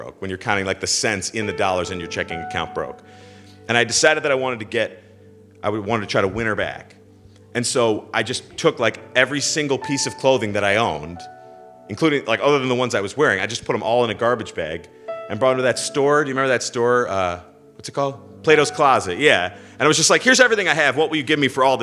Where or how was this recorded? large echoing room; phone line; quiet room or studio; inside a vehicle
large echoing room